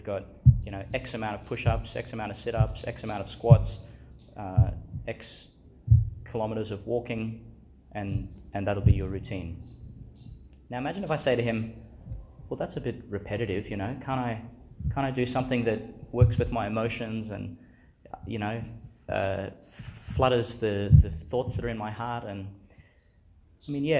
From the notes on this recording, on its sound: delivered Chanel School Chapel, Gladstone, Qld.